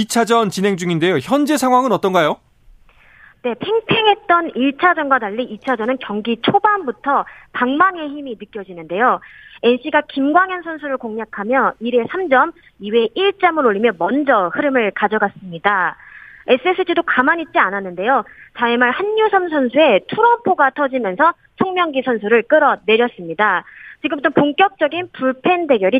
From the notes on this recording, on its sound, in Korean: 전화연결